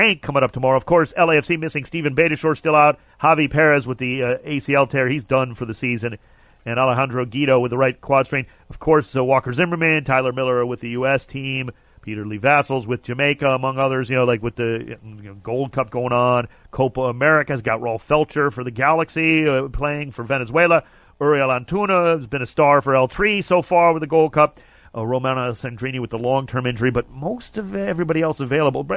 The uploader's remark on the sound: called in to chat